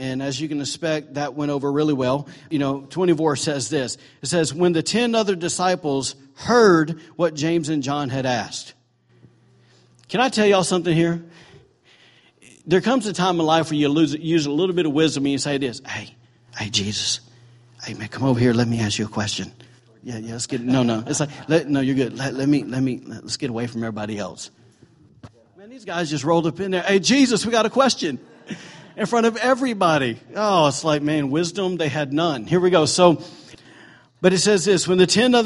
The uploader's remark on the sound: recorded on Sunday, December 3, 2017, during morning services at Celebration Life Family Church